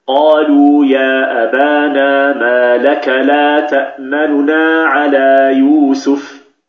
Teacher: إخفاؤها هنا معناه خطف الحركة والإسراع بها حتى يذهب بعضها، خطف الحركة والإسراع بها حتى يذهب بعضها، وقدر الذاهب بالثلث، يعني أن الحركة يبقى ثلثاها ويذهب ثلثها. · Term: الاختلاس